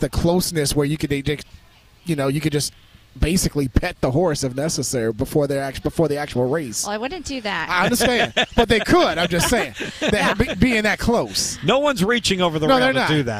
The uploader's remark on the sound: live from Colonial Downs